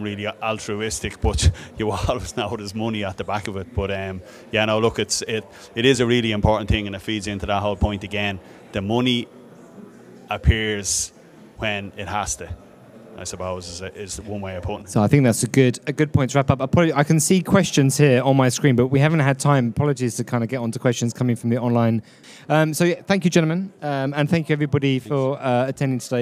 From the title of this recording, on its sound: Live from Dublin